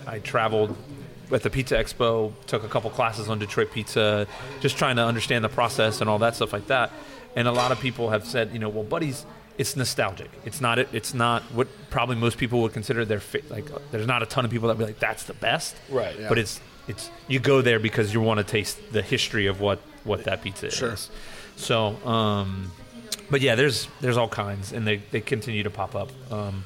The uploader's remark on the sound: National Pizza & Beer Day At Rotolo's Craft & Crust. Made their way to Rotolo's Craft & CRust here in Baton Rouge.